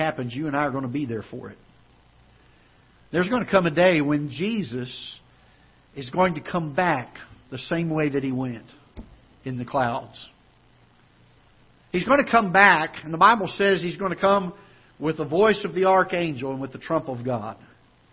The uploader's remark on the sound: Ketha Heights Baptist Church ~ Live Broadcast